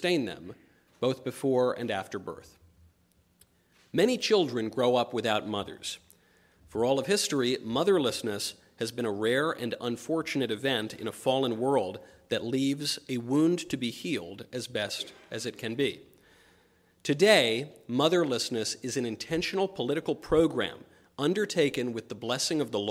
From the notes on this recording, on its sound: LIVE at Clemson University